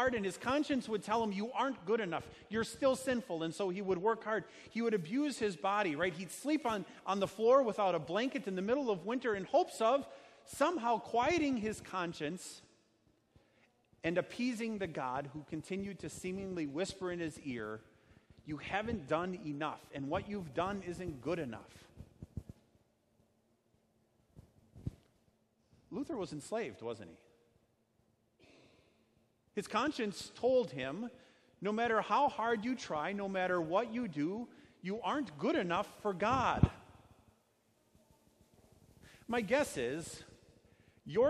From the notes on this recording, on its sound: Sermon preached at Our Savior Lutheran Church in Birmingham, AL